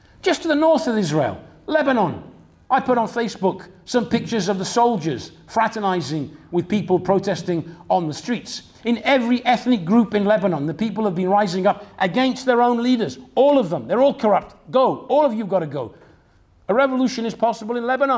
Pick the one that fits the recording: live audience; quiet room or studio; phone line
live audience